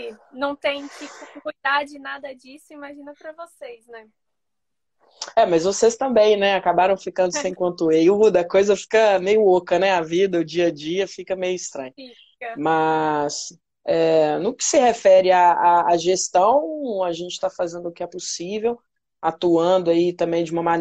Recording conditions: video call